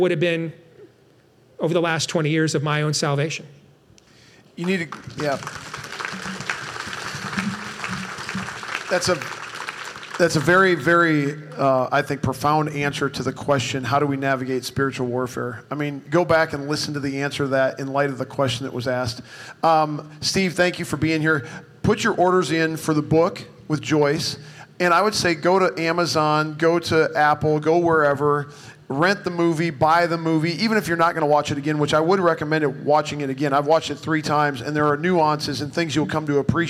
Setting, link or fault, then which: setting, busy venue